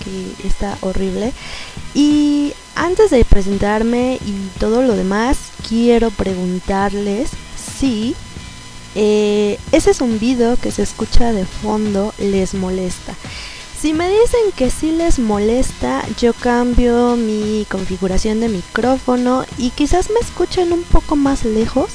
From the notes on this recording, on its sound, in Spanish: El audio original cuenta con un zumbido, favor de tener sus precauciones. Especial colaboración en radio k-pop méxico.